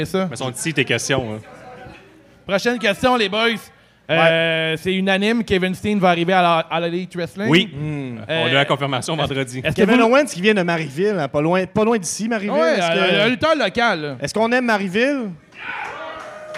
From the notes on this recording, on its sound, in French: 158 - CJDLL Live au Festipod. CJDLL est live au Festipod, le plus gros festival de podcasts au Québec, pour la deuxième année consécutive et cette fois, devant un public en feu !